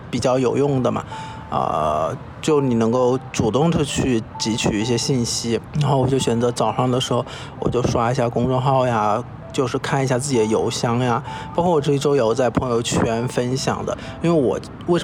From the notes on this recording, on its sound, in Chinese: 这一期在天台录制